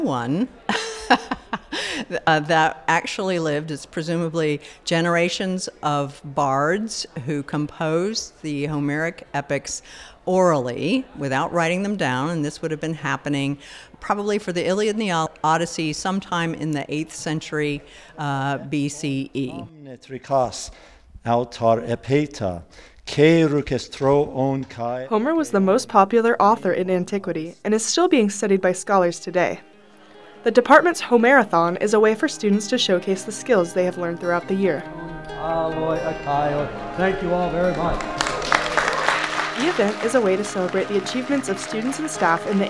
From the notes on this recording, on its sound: We visit a unique end-of-term tradition hosted by MU's Ancient Mediterranean Studies department: The Homer-athon. Captured the languages and the sounds of the recent 25th annual Homer-athon.